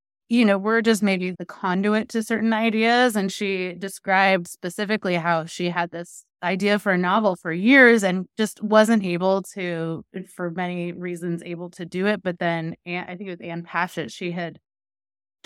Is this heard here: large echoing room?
no